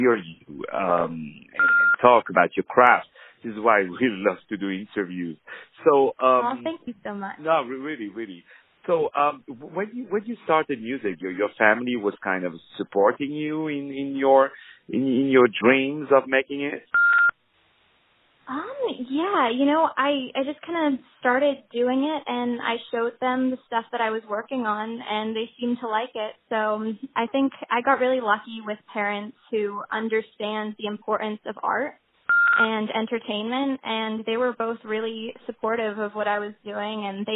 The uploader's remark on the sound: On the phone